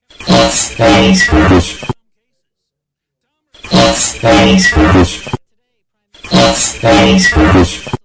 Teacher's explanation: You can hear the th instead of the L sound. You hear the TH sound.